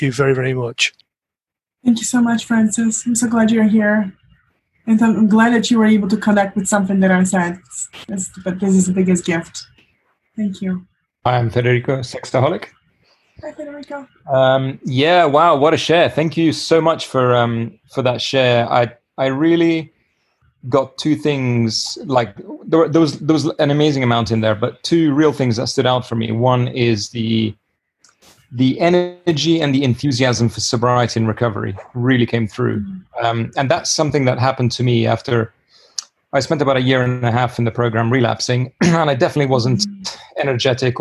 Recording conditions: video call